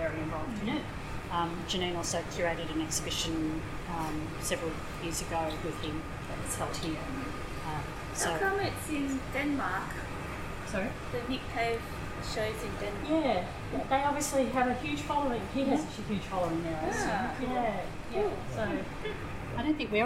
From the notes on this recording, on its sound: Melbourne newCardigan cardiParty Recorded Live. A massive tour of the Arts Centre Melbourne.